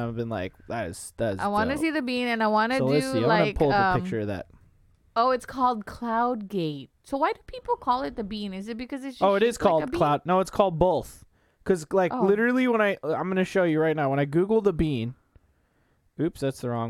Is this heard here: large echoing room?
no